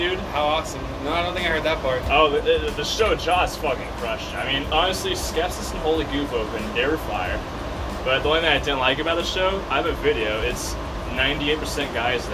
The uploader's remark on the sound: Just guys drinking a nice glass of whiskey and enjoying a cigar outside telling stories. Sorry about the background noise.